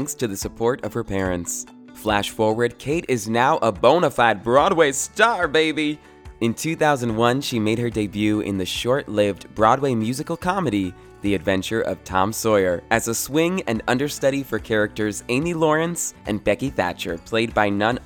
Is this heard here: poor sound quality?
no